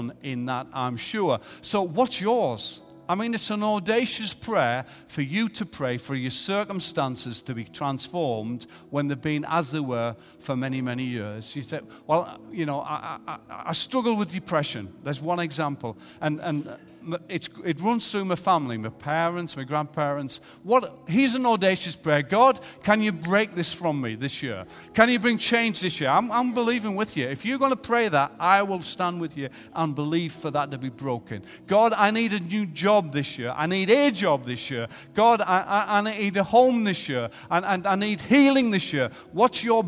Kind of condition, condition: setting, large echoing room